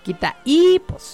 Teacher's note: Y que hay una H intermedia entre el quita y pos, pues obviamente la vocal que se pronuncia con más fuerza y es la I, por lo tanto tenemos un hiato de vocal débil y tiene que llevar tilde, quita y pos.